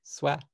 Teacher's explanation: Like, the more that you could be excited. It's like you're so excited about swag, you don't say the G. And you put it in a high tone.